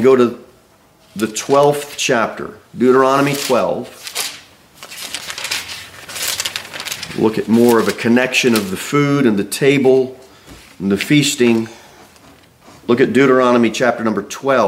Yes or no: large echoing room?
yes